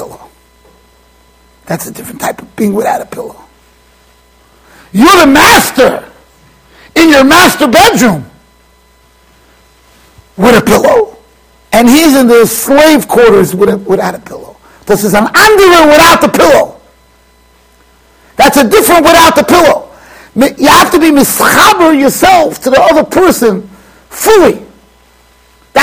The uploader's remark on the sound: Shiur recorded in Yeshivas Ohr Reuven, Monsey NY.